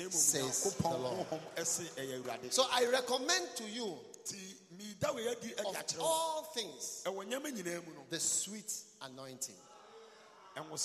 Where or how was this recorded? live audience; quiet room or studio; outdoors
live audience